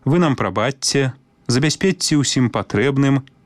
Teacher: Калі ў спалучэнні «ч-ц» літара «ц» перадае мяккі гук «ць», закон прыпадабнення таксама мае сілу. Вымаўляем падоўжаны «ць».